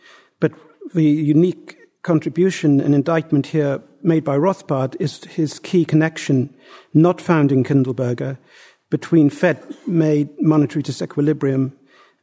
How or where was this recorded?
live audience